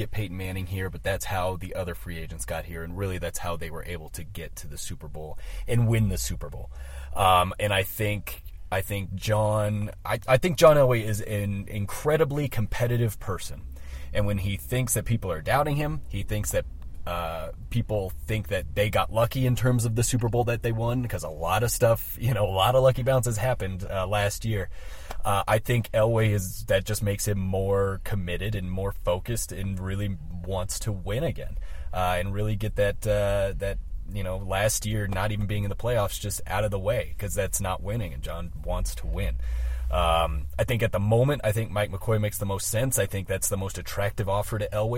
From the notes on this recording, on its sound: Were there to cover the press conference and report from the parking lot of the UC Health Training Center.